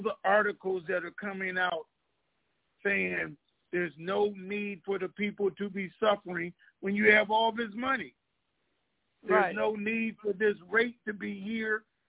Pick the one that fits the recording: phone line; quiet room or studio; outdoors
phone line